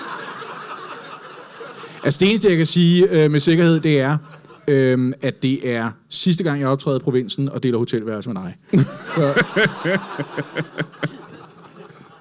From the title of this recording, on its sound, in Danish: LIVE fra Comedy Zoo Aarhus